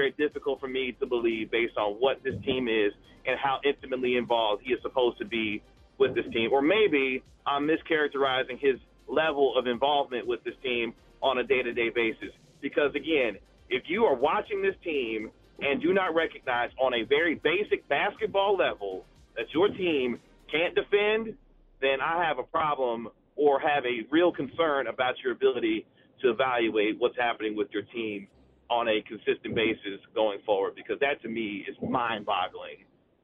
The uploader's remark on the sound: on the Phone